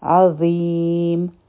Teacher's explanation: لام جلاله به غټ وایو. عظیم عین به د حلق نه وایو او ظیم به مدی عارض لی سکون جوړ شي.